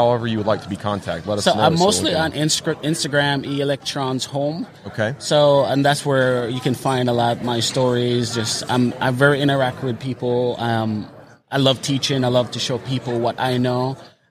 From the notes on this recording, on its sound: LIVE from WORKBENCHcon 2022. In the Wall Control booth.